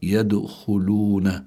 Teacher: هون الدال ساكنة وهي من حروف قطب جد، فلابد من إظهار القلقلة، لكنها ليست القلقلة هنا ليست بقوتها إذا كانت في آخر الكلمة عند الوقف.